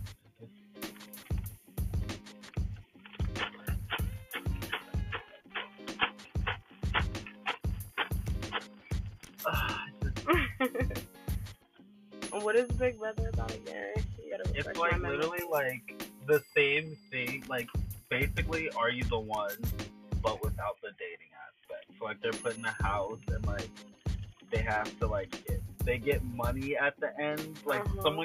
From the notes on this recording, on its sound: What else is there to do during a pandemic, other than chill in a car and have great conversation? The sound on this episode is not the greatest.